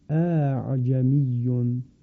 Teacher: برای راحت تر شدن تلفظ اون همزه دوم به تسهیل خوانده می شود، اعجمیون. خب این هم برای این هست که اون ثقالت، سنگینی و تیزی همزه کم بشه و همزه در تلفظ راحت تر انجام بشه تلفظش.